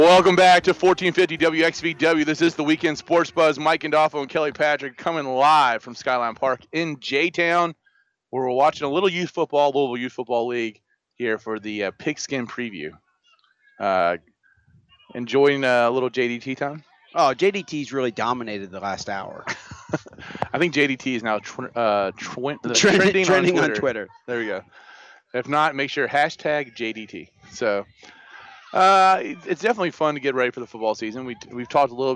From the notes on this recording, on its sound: LIVE from Skyview Park, for the LYFL Pigskin Preview.